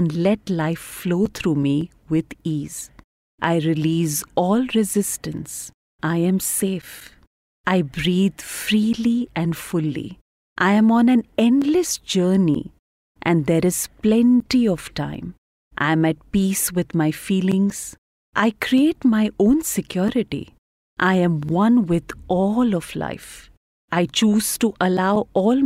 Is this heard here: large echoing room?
no